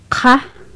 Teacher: which is like a K, but you make it further back in your mouth · Term: back consonants